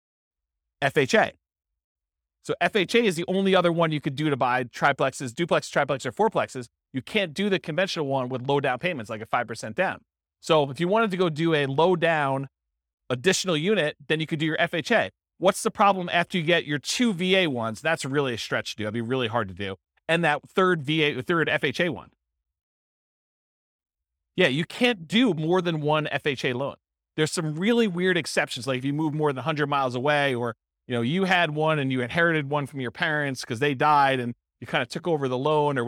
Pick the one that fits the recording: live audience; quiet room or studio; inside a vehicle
live audience